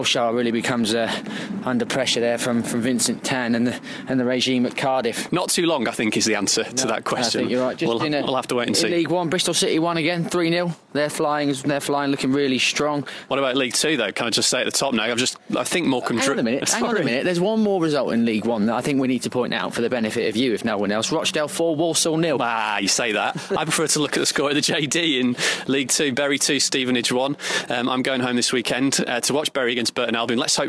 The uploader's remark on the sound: Live from AFC Wimbledon. The boys take a Tuesday night trip down to the Cherry Red Records Stadium this week.